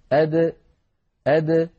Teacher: فالدال من حروف قطب جد، فهي حرف مقلقل إن سكن، هكذا أد أد، لابد من إخراجها بالتباعد بين طرفي عضو النطق بدلا من التصادم بين طرفي عضو النطق حتى تظهر قلقلتها · أما صفات الحروف التي لا ضد لها فقد اتصفت الدال بصفة واحدة منها، وذلك إذا سكنت، وهي صفة القلقلة. فالدال من حروف قطب جد، فهي حرف مقلقل إن سكن